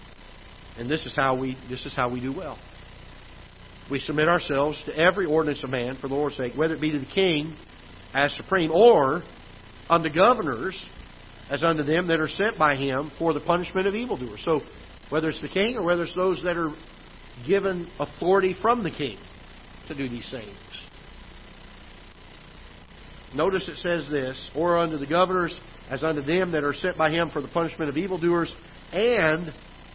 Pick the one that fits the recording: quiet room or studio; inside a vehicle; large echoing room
large echoing room